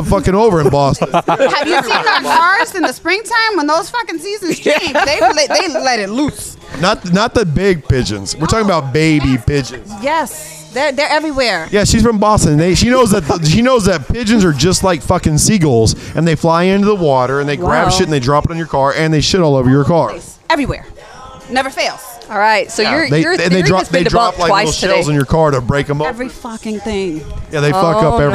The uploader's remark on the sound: Day 2 of podcasting on the Vista Carnival cruise ship. Another short podcast from the ship with plenty of laughs.